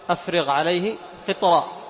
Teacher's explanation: طيب، وأفرغ، أفرغ عليه قطرة الغين عند العين، الغين من أدنى الحلق والعين من وسط الحلق، فلا بد أن تظهر وتوضح الغين عند العين